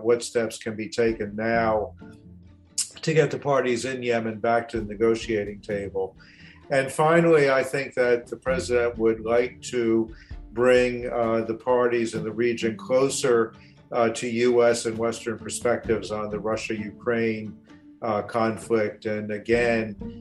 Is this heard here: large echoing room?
no